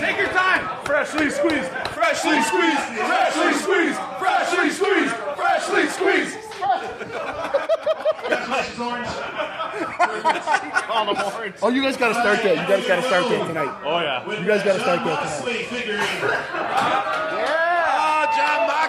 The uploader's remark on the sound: Live from Mac's Wood Grilled. This week's episode is coming to you live from Mac'c Wood Grilled in Chicago. We recorded this the day of All Out and we had a blast.